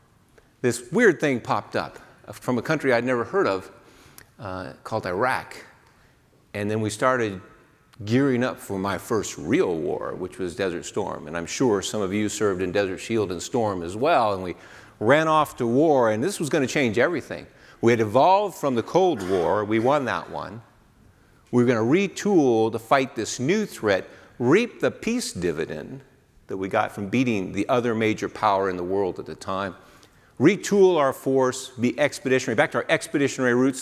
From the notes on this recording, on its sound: AFIMSC Commander delivers the keynote speech at the 2019 SAME-IFMA Workshop.